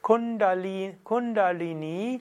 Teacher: der N und D ist zerebralisiert, also die Zunge oben und das letzte I ist lang. Auch wenn oft gesagt Kundalini, eigentlich wäre es korrekt Kundalini.